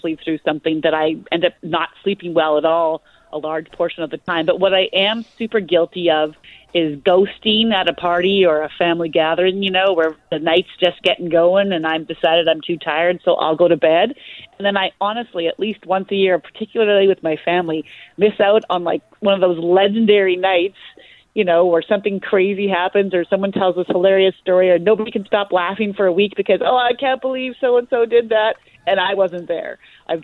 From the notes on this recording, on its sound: so she's on the phone!